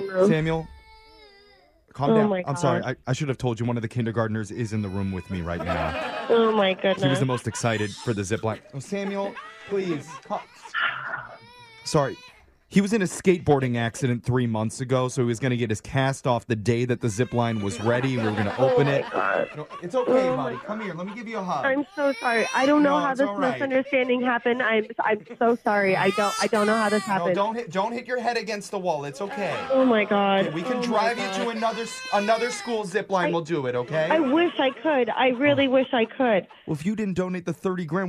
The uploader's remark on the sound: Phone Tap